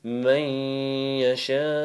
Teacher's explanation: If you look at the mim and the ya, you merge them two together, bring join them two together, and you make a nasal sound for 1 second. Make ghunna.